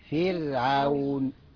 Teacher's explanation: الراء في كلمة فرعون ساكنة قبلها كسر يبقى نرققها